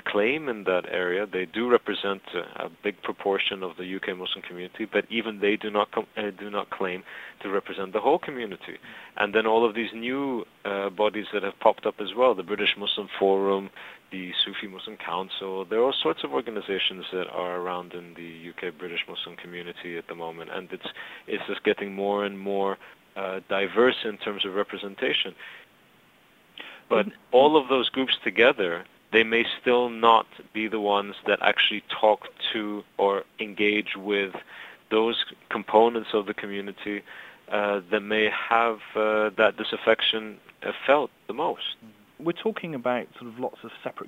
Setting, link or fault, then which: link, phone line